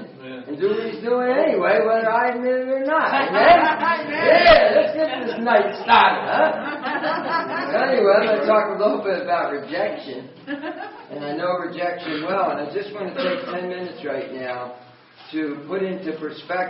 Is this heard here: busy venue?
yes